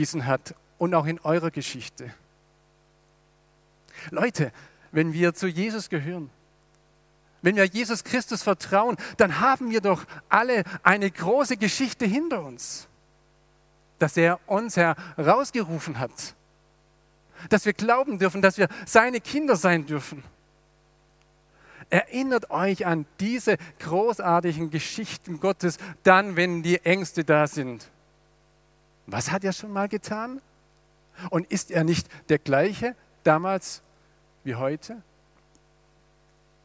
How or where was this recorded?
large echoing room